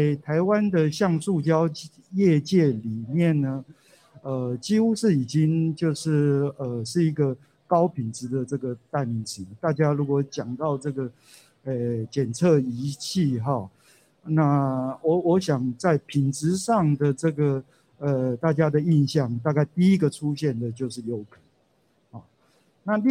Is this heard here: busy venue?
yes